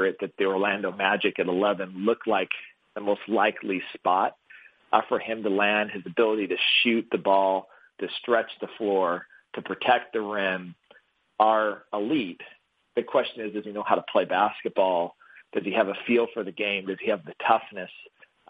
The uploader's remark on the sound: hosts a conference call